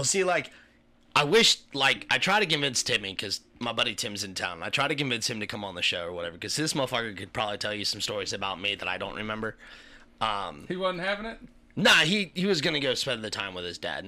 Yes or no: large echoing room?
no